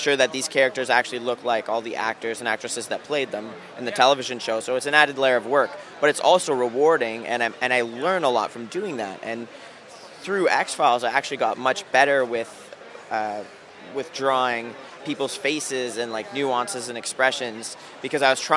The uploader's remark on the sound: NYCC: The Interviews